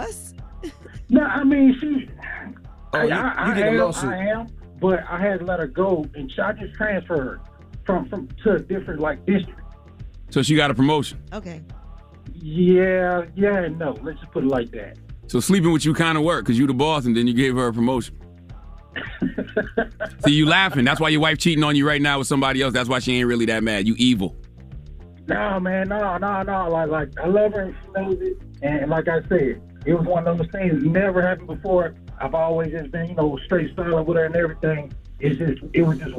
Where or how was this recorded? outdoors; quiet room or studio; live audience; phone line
phone line